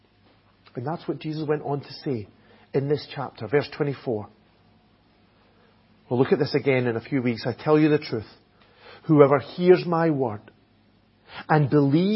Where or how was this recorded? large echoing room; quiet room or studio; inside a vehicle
large echoing room